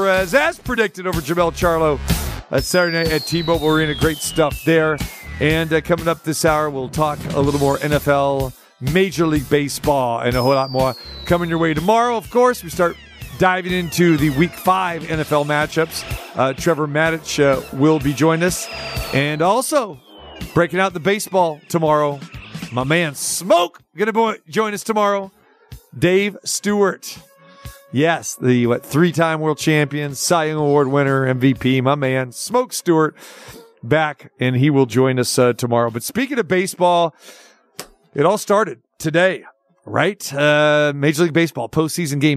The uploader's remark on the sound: Joins live from Tampa Bay's Tropicana Field after the Rays dismal effort in front of very few fans.